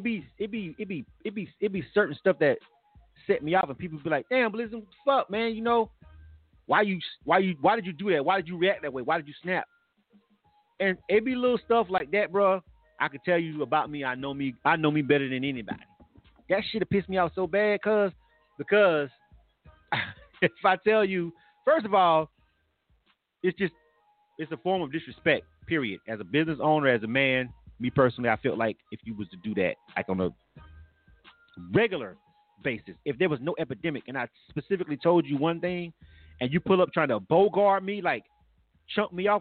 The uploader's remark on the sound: This live talk radio show features various subject matters, special guests and also live calls from our listening audience.